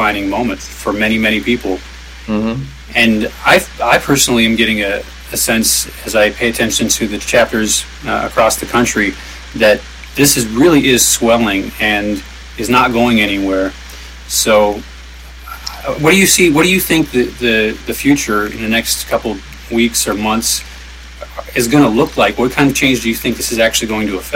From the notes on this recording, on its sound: Live from Occupy Wall St. Zuccotti Park.